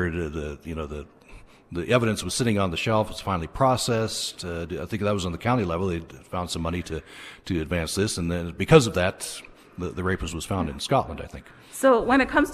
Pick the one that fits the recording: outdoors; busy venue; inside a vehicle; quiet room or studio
busy venue